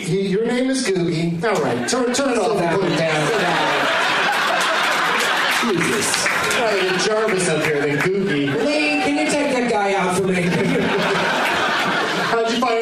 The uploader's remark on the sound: audience members at the Punchline in Atlanta, GA